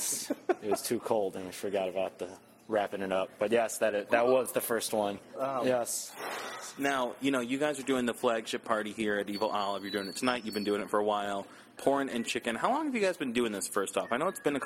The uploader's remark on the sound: In an interview recorded at Evilolive the day after Spring Awakening.